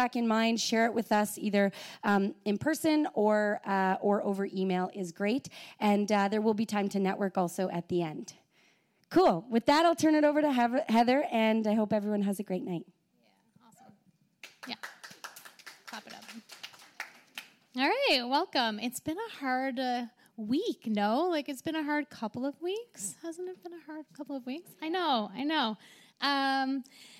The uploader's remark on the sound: Go Live at The Guild. Our first live pod! Recorded at The Guild's event in Ottawa.